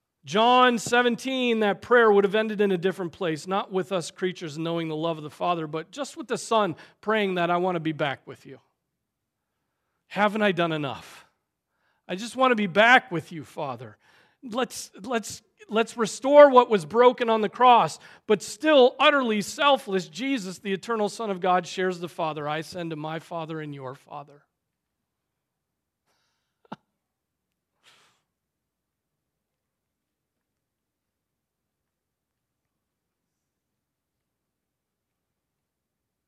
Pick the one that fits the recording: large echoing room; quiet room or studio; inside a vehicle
large echoing room